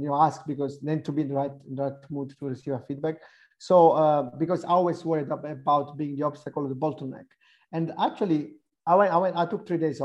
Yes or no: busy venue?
no